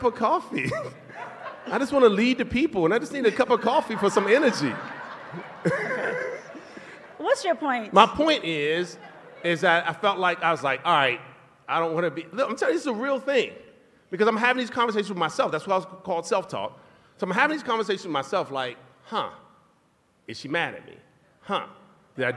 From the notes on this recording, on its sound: Live from our tour stop in Vegas